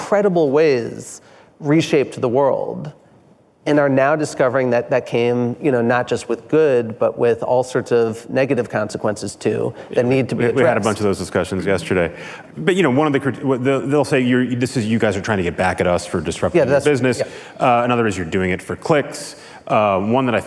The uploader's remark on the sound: at the Code Conference